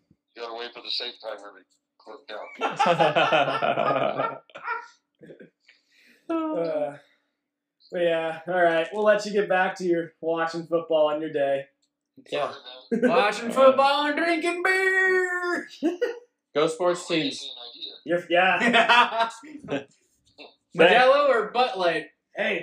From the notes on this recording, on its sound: Honestly, it's an unhinged in-person hangout. Sorry about the echo.